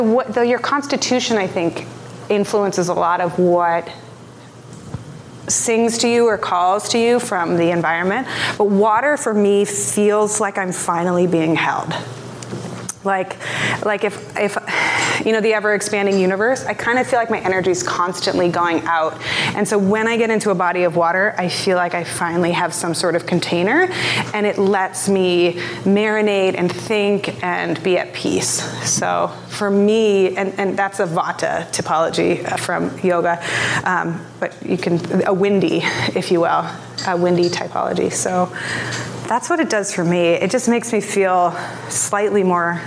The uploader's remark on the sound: Unmistakable Creative Live from NYC. The Unmistakable Podcast was recorded live in front of an audience in New York City!